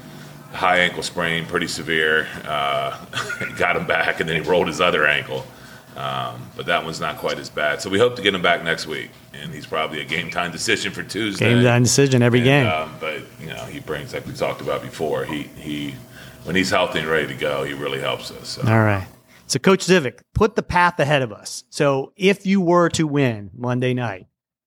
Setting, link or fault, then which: setting, busy venue